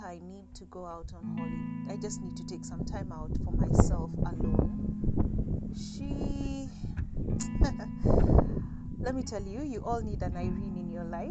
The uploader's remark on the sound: I chose not to edit it and leave it as raw as it was, wind and all.